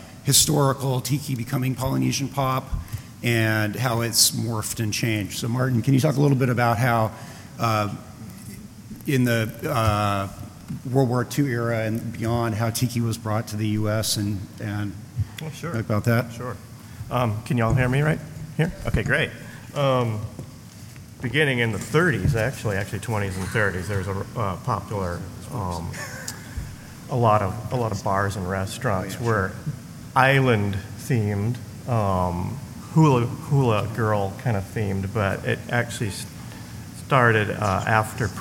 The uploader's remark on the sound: On this episode we podcast live from San Diego Comic-Con 2019 and bring to you the "Tiki Art & Polynesian Pop in American Culture" panel.